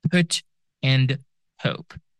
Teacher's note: p is one of those sounds that are aspirated, meaning they can be followed by like a subtle he sound after them.